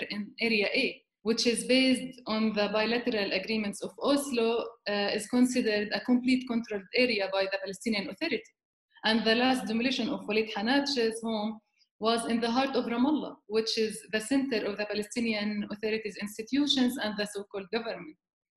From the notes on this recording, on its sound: We will be speaking with our guests, one or several at a time, via Skype